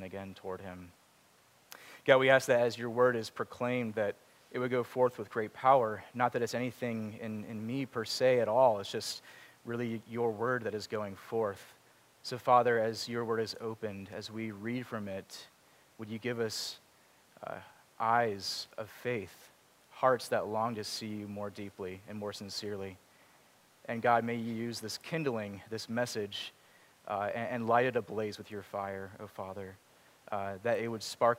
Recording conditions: large echoing room